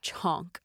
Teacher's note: But chonk, the way that I spell it in the book is a sort of a phonetic spelling because it's a Hindi word. And in Hindi, there's a ch and then there's a ch, which is a more breathy.